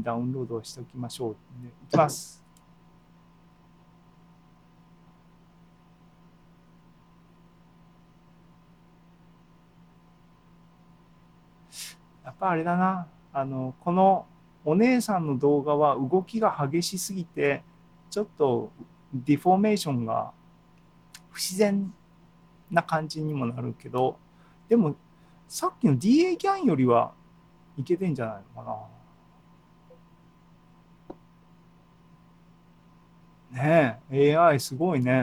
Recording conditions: video call